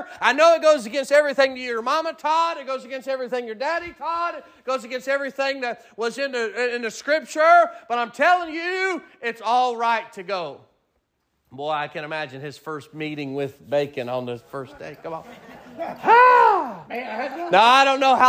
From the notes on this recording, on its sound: Sermon preached at Mid County Baptist Church in Nederland Texas